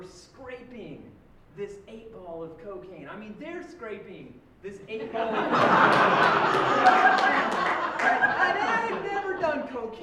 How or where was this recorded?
live audience